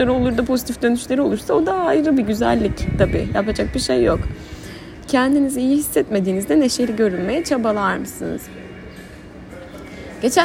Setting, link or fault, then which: setting, busy venue